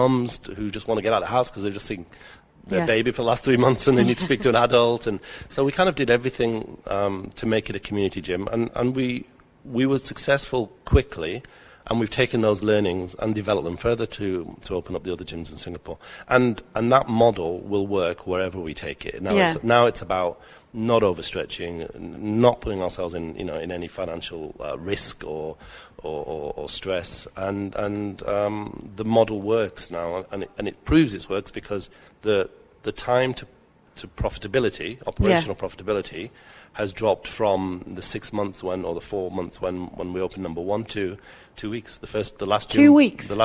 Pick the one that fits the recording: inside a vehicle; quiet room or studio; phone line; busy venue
busy venue